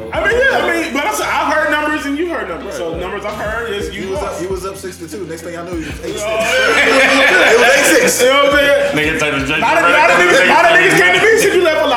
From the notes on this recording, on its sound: Live at the Funny Bone.